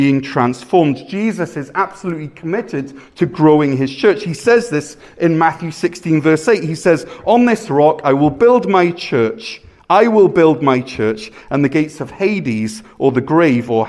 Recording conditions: large echoing room